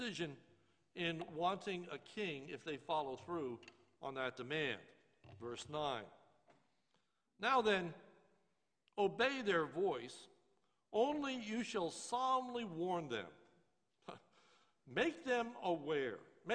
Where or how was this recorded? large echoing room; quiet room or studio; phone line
large echoing room